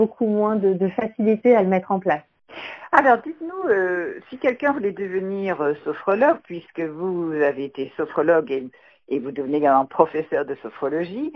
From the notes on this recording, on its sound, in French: L'enregistrement de l'Interview s'est fait au téléphone, c'est pour cette raison que la qualité audio n'est pas optimale mais toutes les informations sont là... Ma voix est un peu tremblotante car j'étais un peu stressée pour ce premier passage radio.